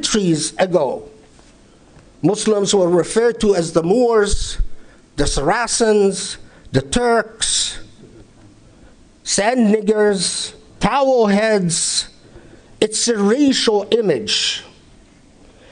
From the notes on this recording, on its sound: Delivered at the Islamic Center of Southern California, Los Angeles, 15 March 2019.